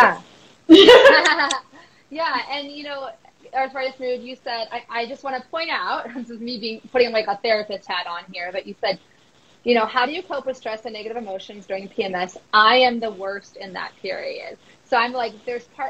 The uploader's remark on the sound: This conversation originally took place as an Instagram Live discussion in March 2022.